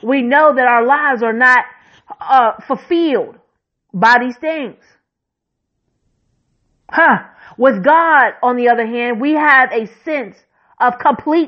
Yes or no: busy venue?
no